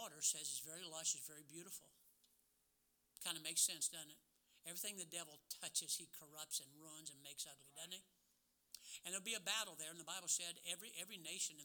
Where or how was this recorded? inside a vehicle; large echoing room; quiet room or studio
large echoing room